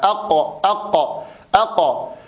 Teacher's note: طيب، القاف كما ذكرنا شديدة، يعني ينحبس الصوت في مخرجها أق أق بدون قلقلة، أق أق، ومجهورة أي تهتز فيها الأوتار الصوتية فيصحبها زمير حالة خروجها